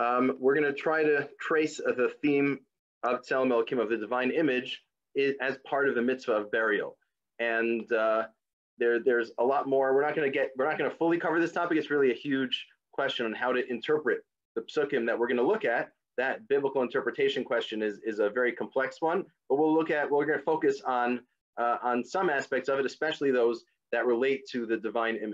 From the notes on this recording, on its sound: This audio was originally captured from Zoom